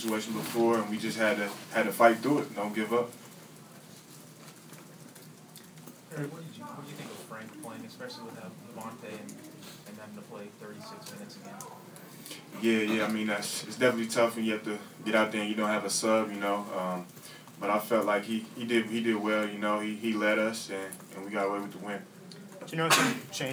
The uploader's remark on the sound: Press Conferences & Post-Game Interviews